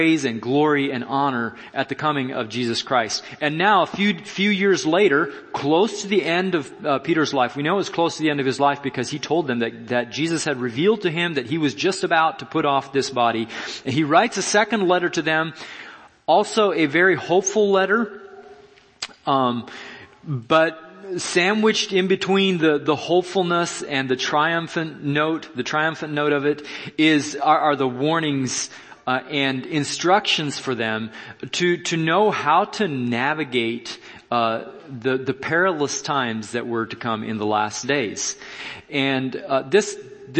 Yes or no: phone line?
no